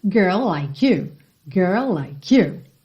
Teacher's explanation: E o like já junta no you